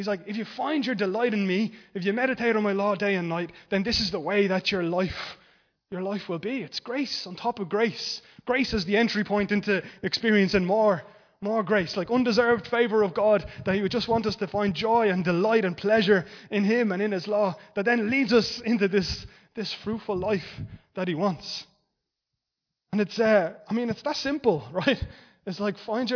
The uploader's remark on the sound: Recorded live in Liberty Church on 8 Jan 2023